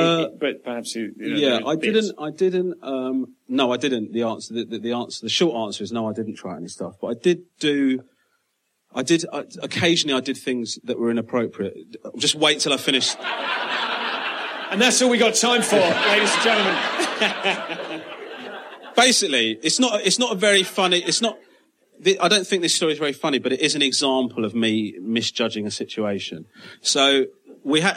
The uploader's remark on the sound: Live at Soho Theatre